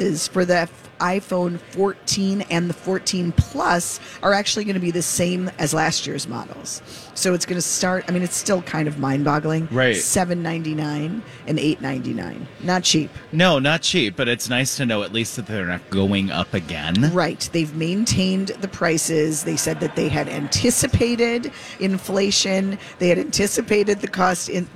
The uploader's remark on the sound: live from the Choice Bank Minnesota Golf Show!